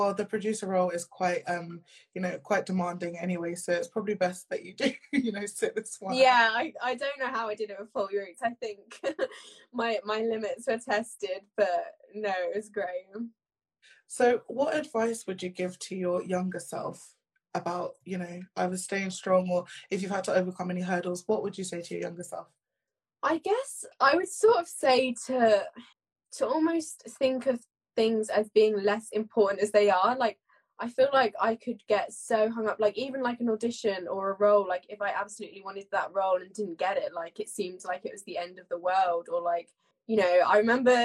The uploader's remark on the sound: live Instaview with actor, director and mental health ambassador